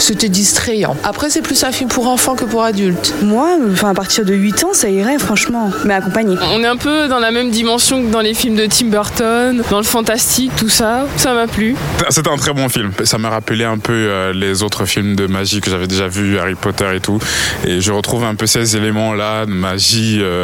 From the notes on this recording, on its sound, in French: Enregistré au Hurling pub ( 8 Rue Descartes, 75005 Paris ), le samedi 29 Septembre 2018